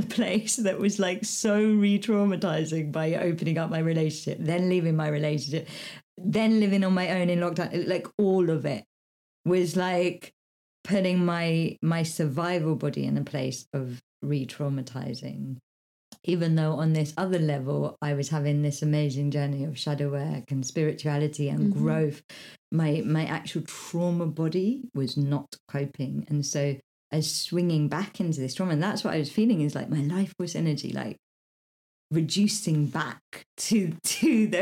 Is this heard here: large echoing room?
no